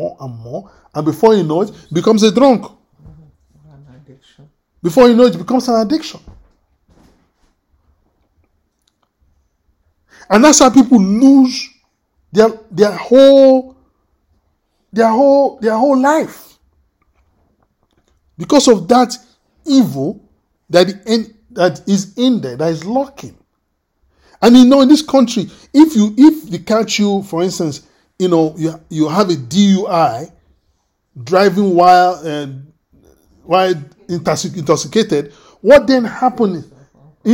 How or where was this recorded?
video call